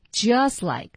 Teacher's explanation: 这个 just like 是有一个连读的，嗯，t 已经被省略了，t 失去爆破。Just like，在这里 lie i 的双元音一定要注意把握。